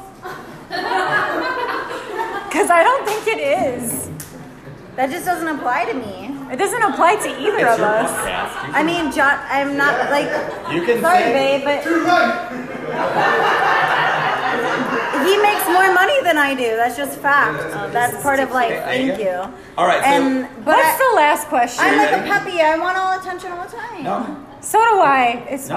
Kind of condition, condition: setting, busy venue